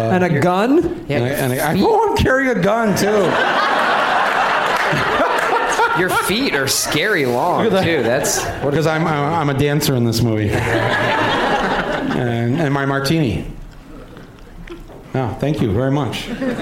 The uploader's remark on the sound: Live from Michigan's Traverse City Film Festival